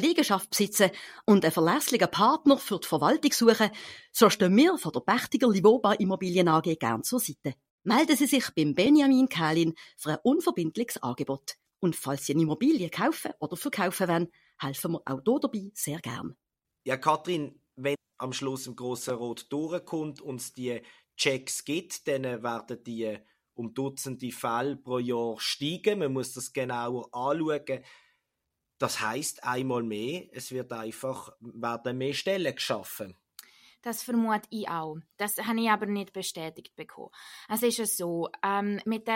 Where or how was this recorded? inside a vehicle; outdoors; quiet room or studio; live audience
quiet room or studio